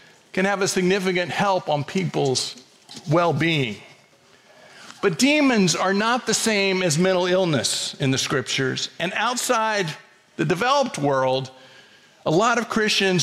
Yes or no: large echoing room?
yes